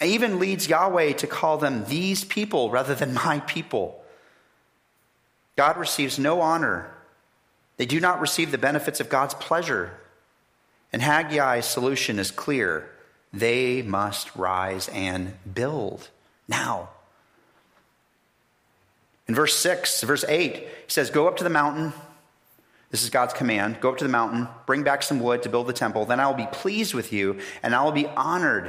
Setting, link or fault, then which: setting, large echoing room